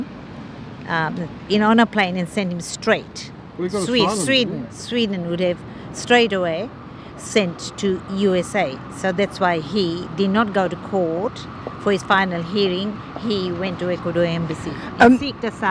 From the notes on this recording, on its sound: At a media conference outside the Exhibition Gardens. VCA MelbUni Strike Rally.